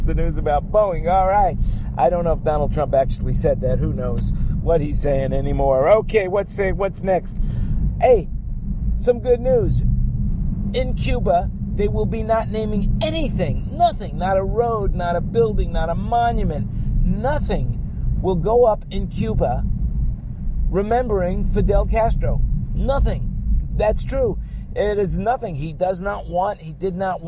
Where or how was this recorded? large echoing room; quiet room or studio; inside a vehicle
inside a vehicle